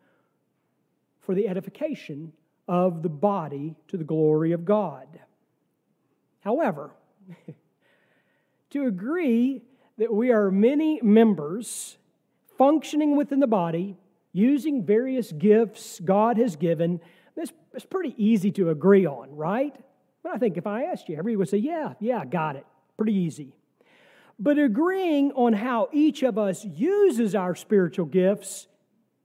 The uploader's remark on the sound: Sermon from our worship service on November 5, 2023.